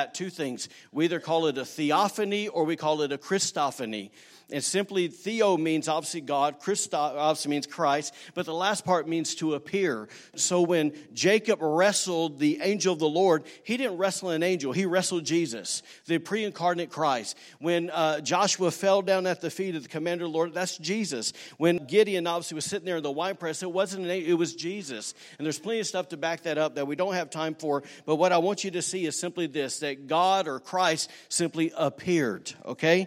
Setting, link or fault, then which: setting, large echoing room